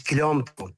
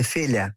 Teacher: o fenómeno da palatalização do L em contexto intervocálico. Por exemplo, o quilómetro, a gente diz quilómetro.